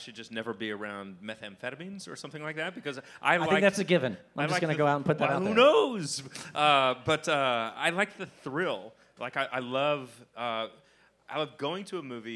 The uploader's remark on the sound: Phantasm LIVE at Fantastic Fest 2019. LIVE onstage at the Highball during Fantastic Fest 2019.